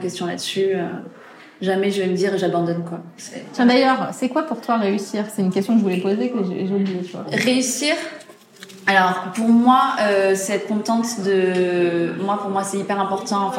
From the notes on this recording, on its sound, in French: On se retrouve aujourd’hui pour un nouvel épisode dédié au festival Andy ! Je me suis déplacée sur le Festival et j’ai interviewé plusieurs prestas qui exposaient. Tu entendras d’ailleurs l’effervescence qu’il y avait autour de nous.